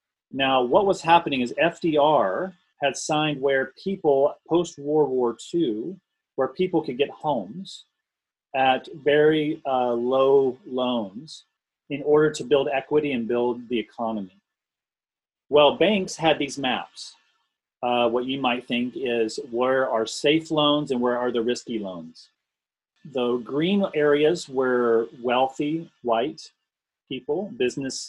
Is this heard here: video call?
yes